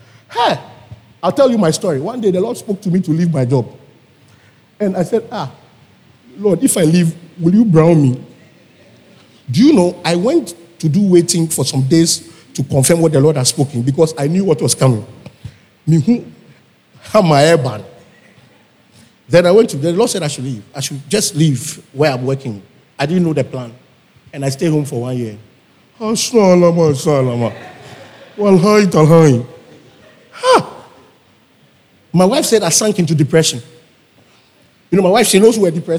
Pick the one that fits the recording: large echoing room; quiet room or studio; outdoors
large echoing room